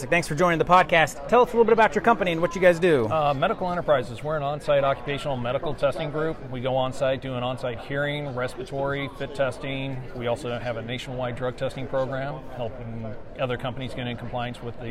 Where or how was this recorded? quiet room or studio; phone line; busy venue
busy venue